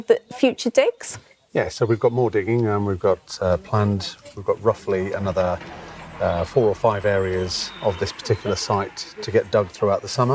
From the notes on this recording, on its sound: I revisit the site of Collyweston Palace on the day of an exciting find that emerged from the first in a series of on-site archaeological digs scheduled across the site during 2024. Recorded on location from the site.